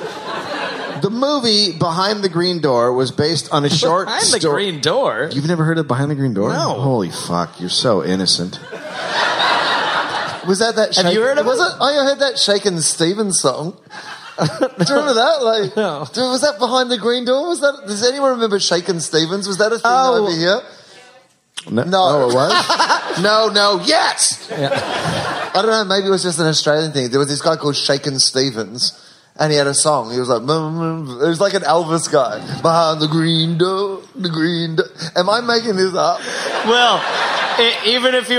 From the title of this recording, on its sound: Live in SF